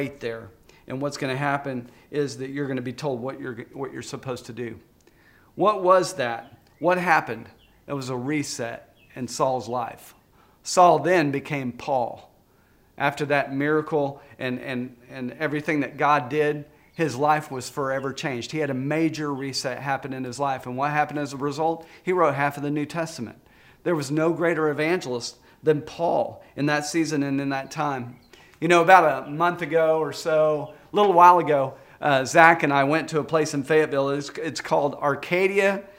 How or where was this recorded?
large echoing room